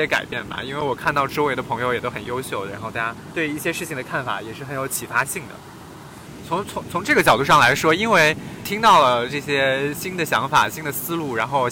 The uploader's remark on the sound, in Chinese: 这期节目是在夏威夷的海边录制的，所以声音有一些嘈杂，先跟大家说声抱歉啦。